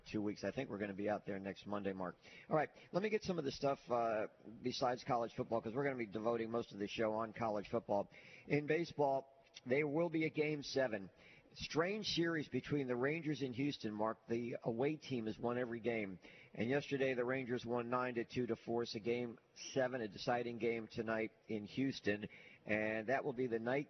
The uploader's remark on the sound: LIVE at Baumhower's Victory Grill